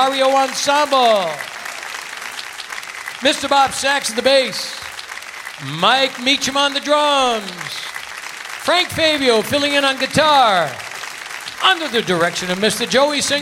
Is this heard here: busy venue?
yes